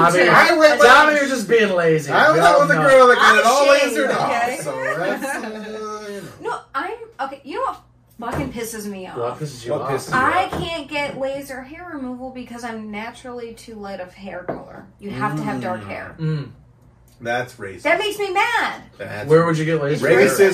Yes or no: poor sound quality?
yes